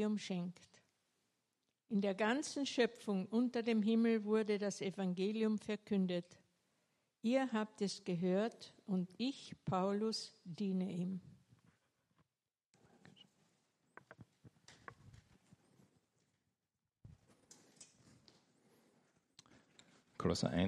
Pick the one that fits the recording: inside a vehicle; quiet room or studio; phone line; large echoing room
large echoing room